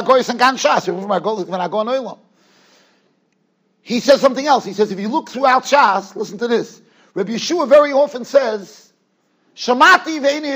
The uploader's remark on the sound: Shiur recorded in Yeshivas Ohr Reuven, Monsey, NY.